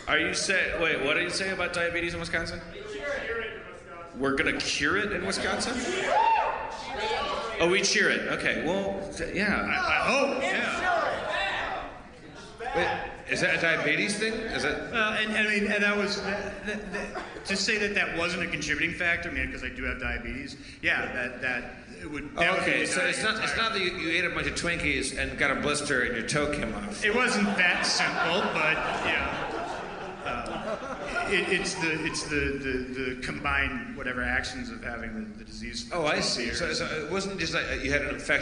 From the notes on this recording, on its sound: Madison, WI. The audience shouts weird things!